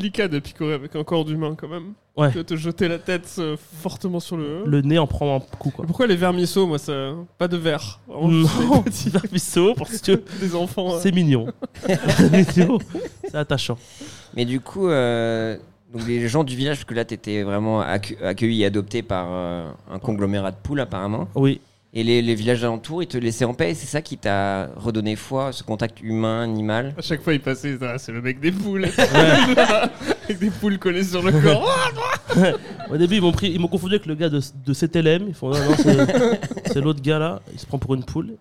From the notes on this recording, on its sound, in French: (en public). Le tout enregistré en public au Charlie et sa bière à deux balles.